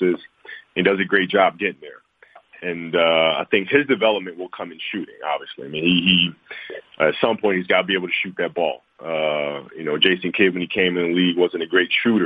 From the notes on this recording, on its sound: Media Conference Call